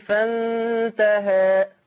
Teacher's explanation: ما تميليش قوي بالالف عشان ما تبقاش اماله كبرى · Term: التقليل